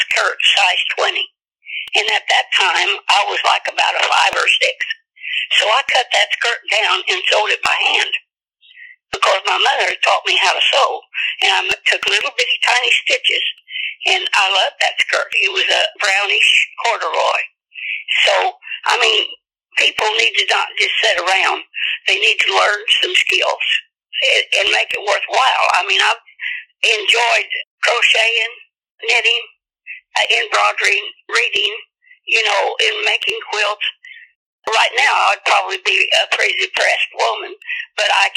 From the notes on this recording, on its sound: quick phone interview